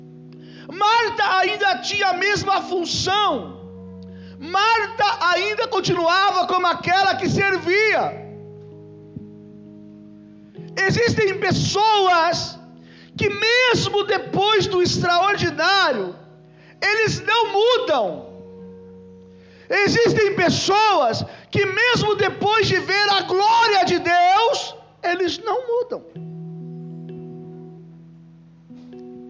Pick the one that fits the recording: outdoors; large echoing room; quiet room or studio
large echoing room